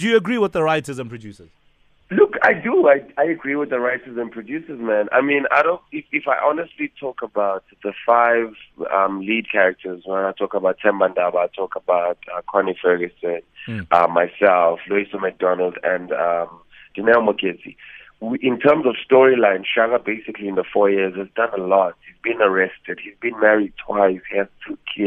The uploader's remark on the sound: PHONE INTERVIEW.